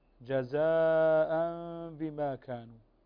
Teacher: هنا عندنا تنوين، جزاء بما كانوا، تنوين وبعده الباء، هنا إقلاب فتقلب هذا التنوين، النون هنا تقلب ميم وتخفى عند الباء